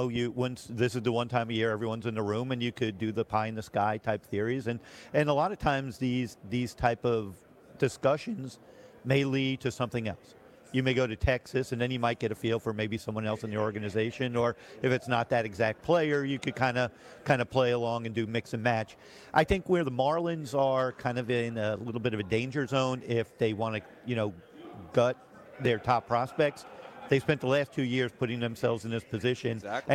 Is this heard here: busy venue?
yes